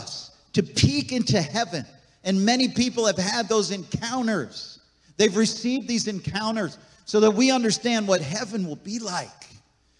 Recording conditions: large echoing room